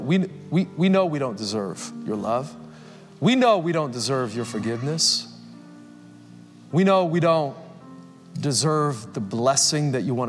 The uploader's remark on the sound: Recorded Live at Capital Church Meridian, Idaho